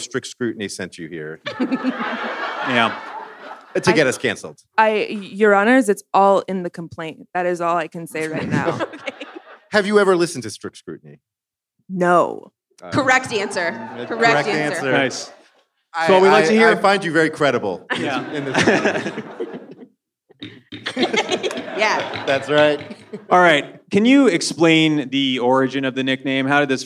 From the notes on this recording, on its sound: 5-4 Live in Oakland. In this live show, the hosts rule on disputes brought by the audience. In honor of their appearance at The New Parish in Oakland, AND make a very special phone call to everyone's favorite beer aficionado.